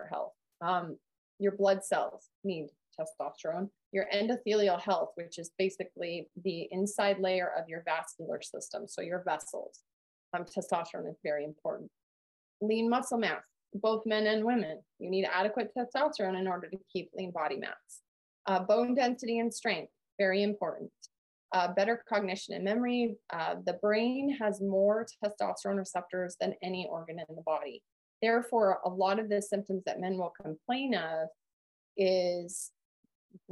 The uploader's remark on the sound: Listen to a recording of our live Men's Health Webinar.